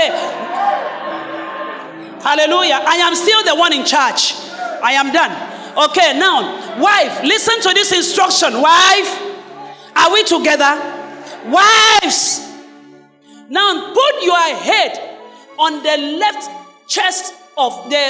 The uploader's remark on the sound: Sermon preached at CBC Shiashie Campus